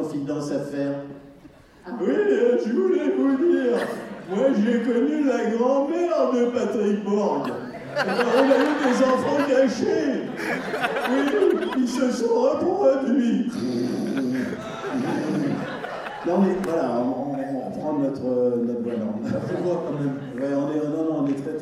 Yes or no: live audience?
yes